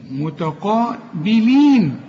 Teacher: التاء مرققة قوي، القاف أعلى درجات التفخيم